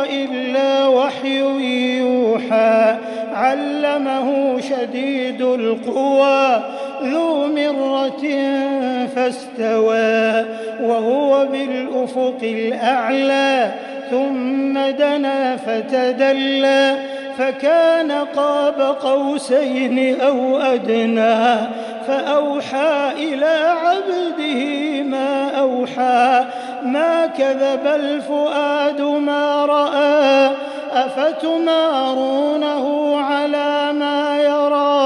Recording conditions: large echoing room